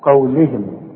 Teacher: قولهم القاف هي المفخمة، ورقق لي اللام قوي مع الهاء